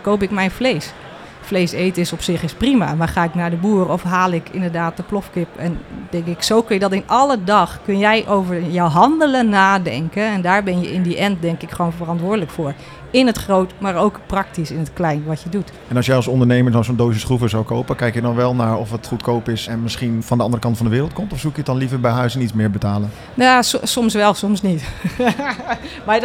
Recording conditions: busy venue